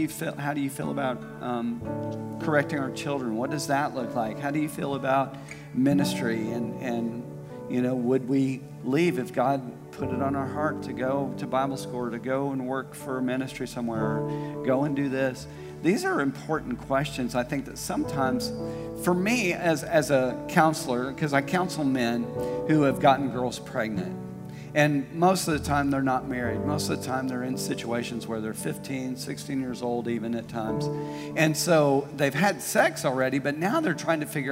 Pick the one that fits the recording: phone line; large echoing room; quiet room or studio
large echoing room